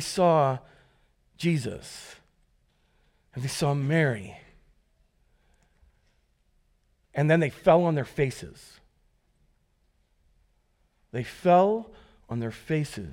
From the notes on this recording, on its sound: Recorded live at Word of Life Church in Le Sueur, Minnesota, on December 31, 2023